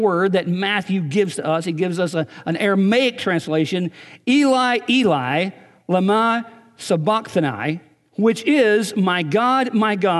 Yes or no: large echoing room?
yes